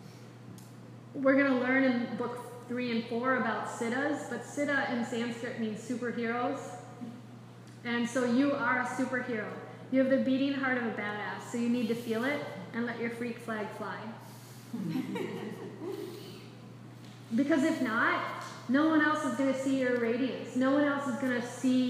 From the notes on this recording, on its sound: This is a live excerpt of a recording during a yoga enrichment teacher training lecture on the Yoga Sutras for a group of yogis studying to be teachers.